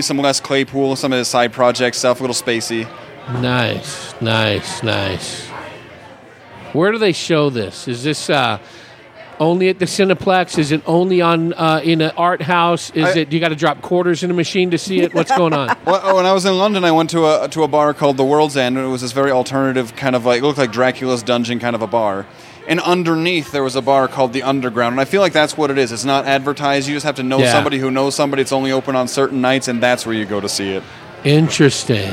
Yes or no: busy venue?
yes